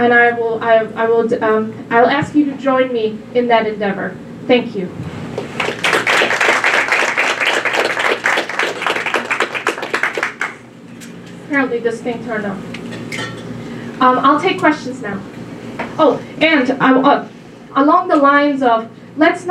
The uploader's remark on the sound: Her remarks were recorded at the DC Women's Summit in Washington on June 28, 2019.